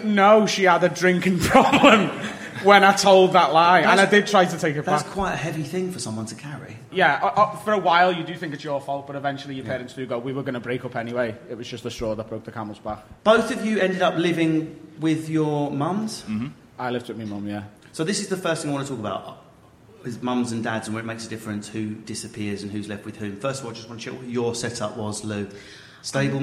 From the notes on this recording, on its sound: In front of a live studio audience at Carat in Manchester.